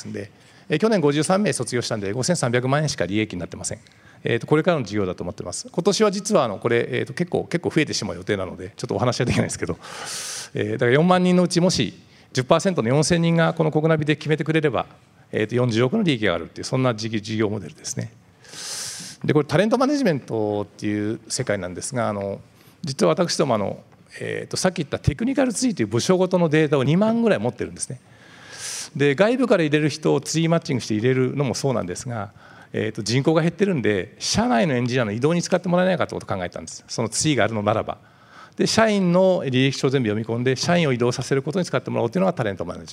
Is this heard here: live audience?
yes